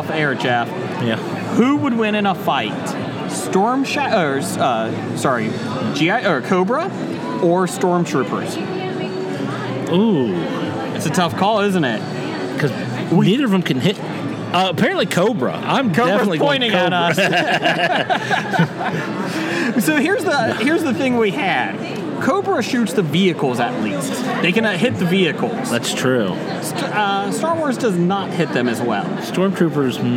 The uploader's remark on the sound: Recorded at Cincinnati Comic Expo